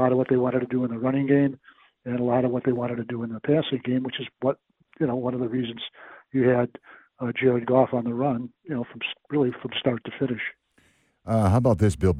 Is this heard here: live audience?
no